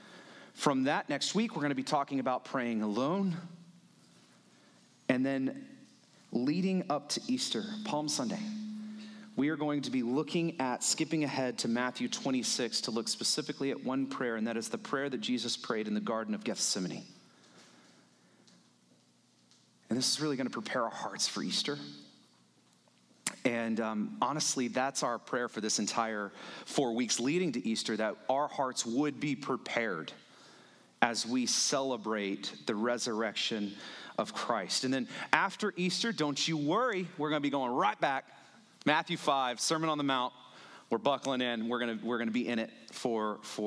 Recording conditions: large echoing room